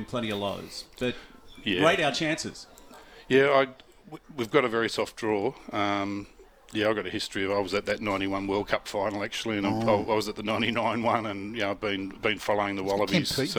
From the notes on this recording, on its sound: He chats about some of the action going on live from Woy Woy oval.